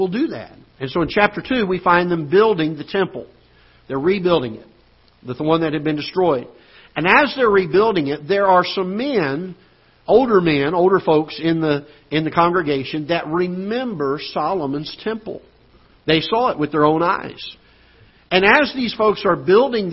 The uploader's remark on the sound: Ketha Heights Baptist Church ~ Live Broadcast